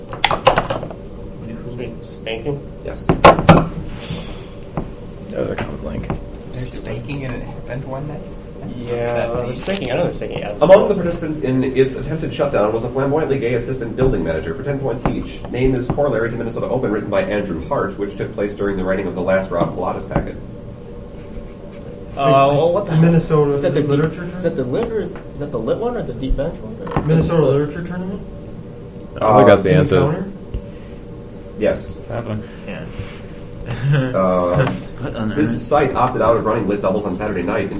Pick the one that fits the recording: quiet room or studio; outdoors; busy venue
busy venue